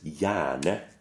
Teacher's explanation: And the G is not pronounced. It's totally silent.